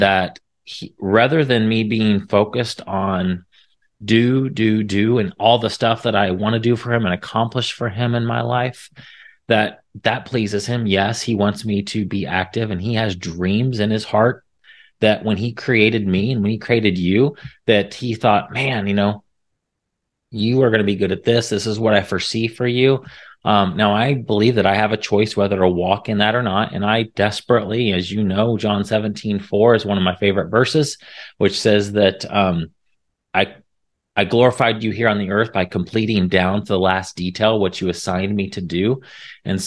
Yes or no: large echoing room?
no